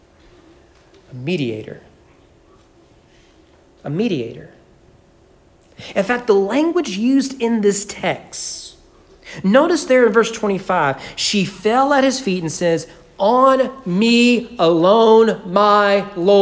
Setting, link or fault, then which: setting, large echoing room